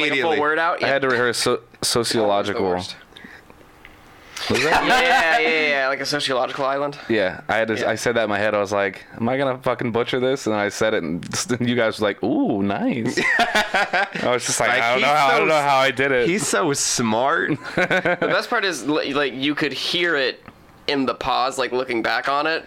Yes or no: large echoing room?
no